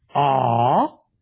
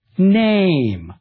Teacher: The low back vowel, ah, as in nama, became raised to a, name.